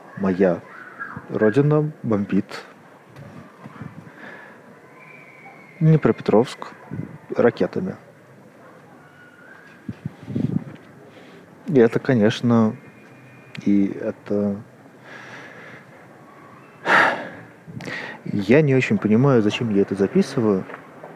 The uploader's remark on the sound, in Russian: Вечер, двор. В первой записи гуляю по ереванскому двору.